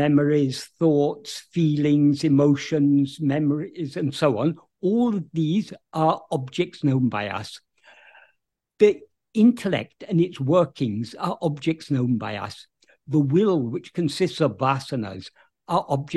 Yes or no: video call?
yes